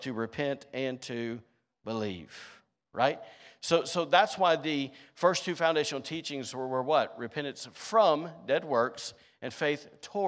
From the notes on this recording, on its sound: Was recorded on Sunday, April 23rd, 2023, during service at The Anchor Church in Rockport, Maine.